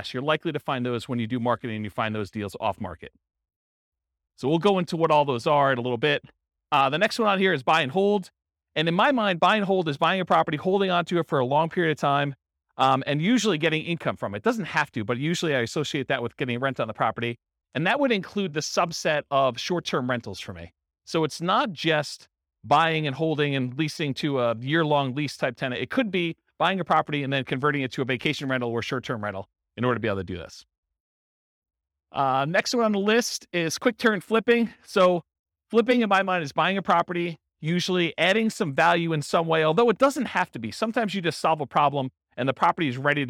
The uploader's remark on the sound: Real estate entrepreneurs in Hollywood, Florida. This was a live class recorded. The live in-person version.